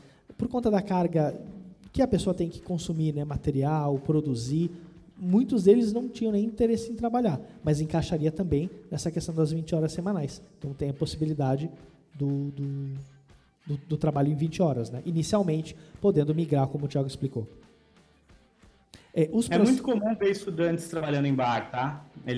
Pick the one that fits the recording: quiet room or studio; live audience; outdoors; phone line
live audience